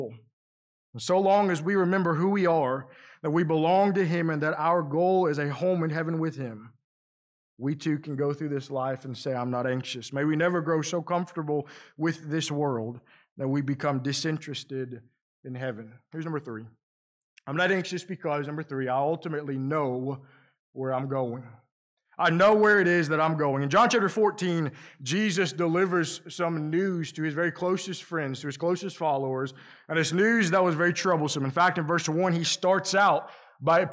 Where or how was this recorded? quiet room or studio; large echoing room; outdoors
large echoing room